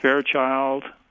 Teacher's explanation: emphasis on the first syllable again, two-syllable word